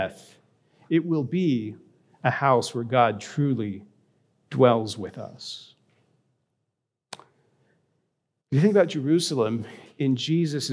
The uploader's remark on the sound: A recording of his reflection from this week’s Ash Wednesday service at Grace.